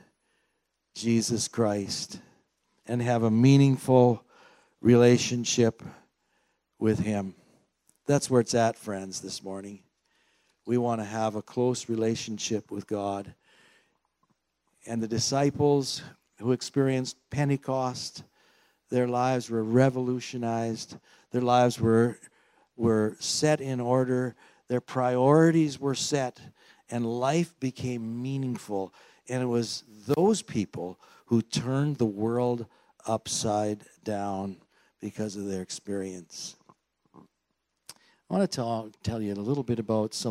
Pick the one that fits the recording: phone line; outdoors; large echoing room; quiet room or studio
large echoing room